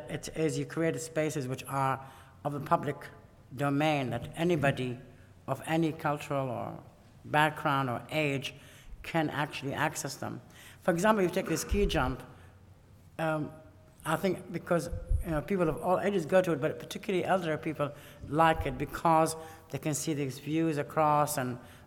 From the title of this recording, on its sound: Lecture at RIBA, 2006